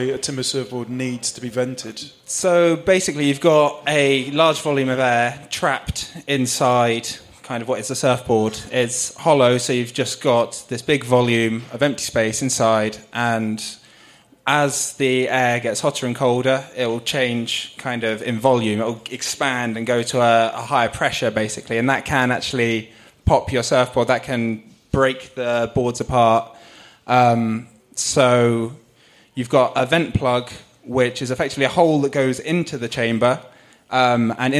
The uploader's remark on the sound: On this episode we host a Q&A at the Bristol Surf Expo.